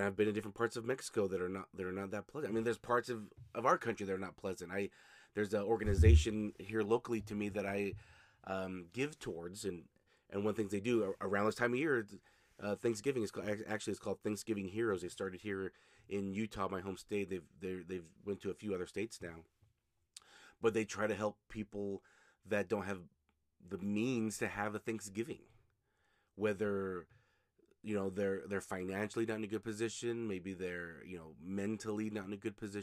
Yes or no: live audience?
no